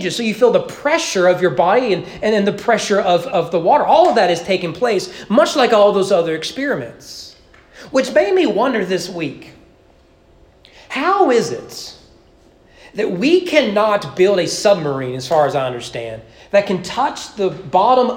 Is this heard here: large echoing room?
yes